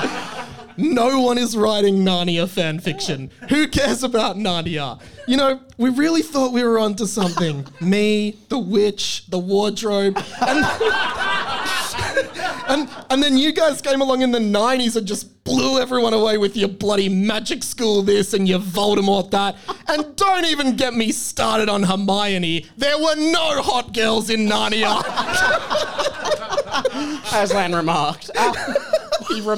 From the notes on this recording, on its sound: Live at the Cooper's Inn! Thanks for everyone who came out to the live show, it was amazing seeing you all there!